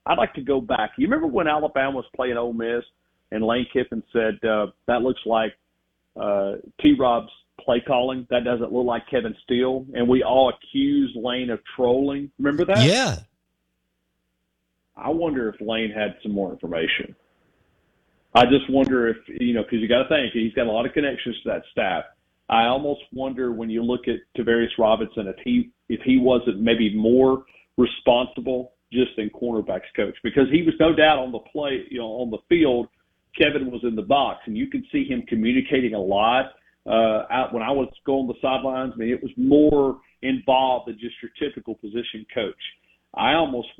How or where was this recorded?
phone line